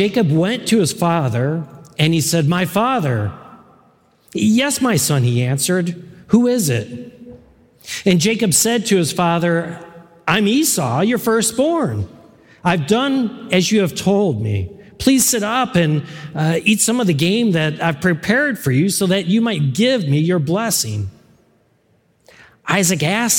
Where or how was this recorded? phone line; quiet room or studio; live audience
live audience